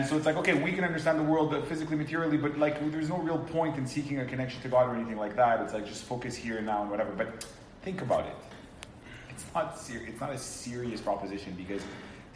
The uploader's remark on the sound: Recorded Live at Rohr Chabad NDG in Montreal, Quebec.